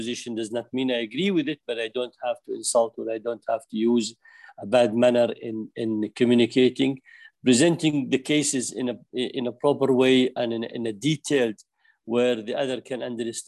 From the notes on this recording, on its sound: This public talk was conducted online via Zoom